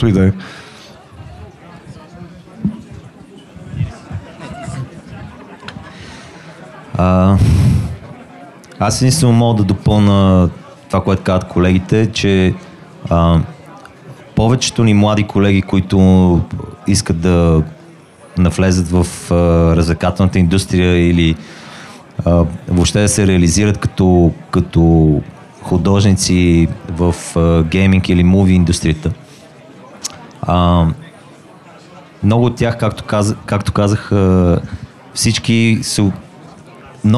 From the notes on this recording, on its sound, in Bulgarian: А тук разговорът е с цели петима гости наведнъж. Дискусионен панел, който записахме на живо пред публика.